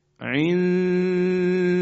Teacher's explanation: ما نون رو مخفی میکنیم، میبریم در ابتدای مخرج دال، اما در این دو حرکتی که ما میخوایم انجام بدیم دال رو تلفظ نمی کنیم. ما در ابتدای مخرج دالیم، بعد از اینکه دو حرکتمون تموم شد دال تلفظ میشه. · Term: اخفا